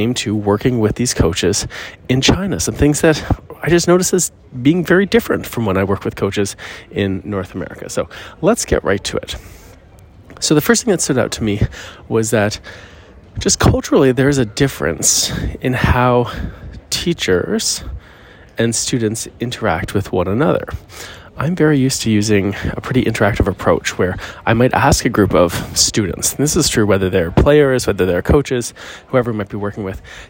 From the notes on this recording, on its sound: Courtside Wisdom Live from the Airport! This episode, live from the airport, unfolds the unique dynamics of Pickleball coaching in China.